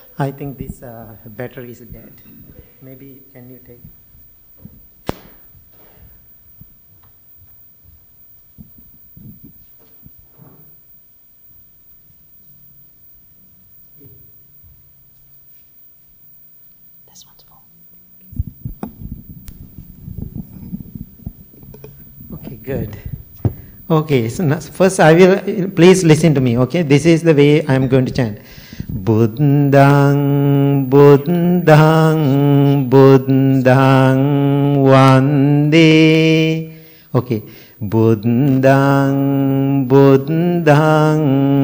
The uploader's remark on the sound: Recorded at the Blue Lotus Buddhist Temple on 2024-02-14. Recorded at the Blue Lotus Buddhist Temple on 2024-02-14.